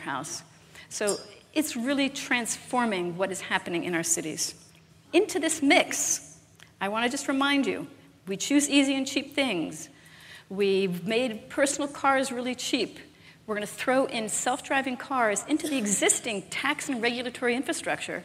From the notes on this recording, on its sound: live interview from GreenBiz events